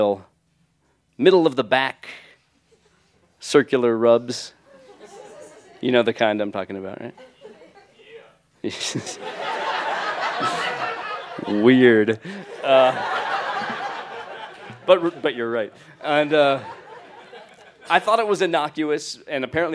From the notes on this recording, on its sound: recorded live on 15 February 2017 at Buntport Theater in Denver, Colorado.